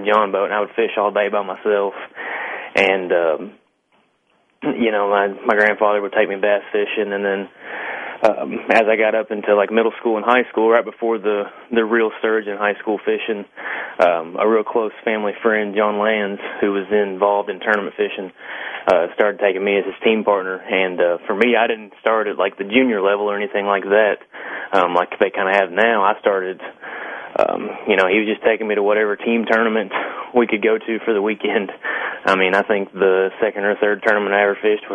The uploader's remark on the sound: answers your phone calls